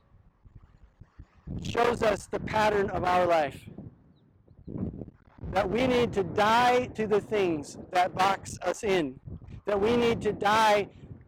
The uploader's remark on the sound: This sermon was filmed on location at Oheyawahi/Pilot Knob in Mendota Heights, MN.